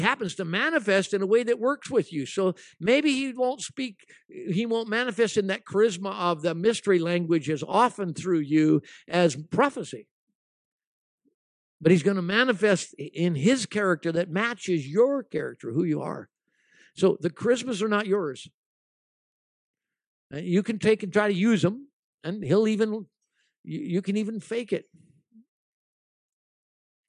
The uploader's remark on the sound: at ALife Church in Bellingham, Washington